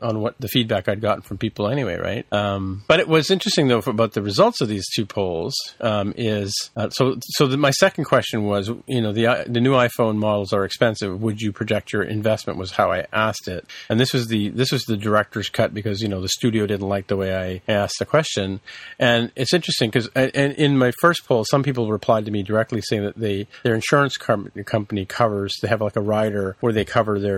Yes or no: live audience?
no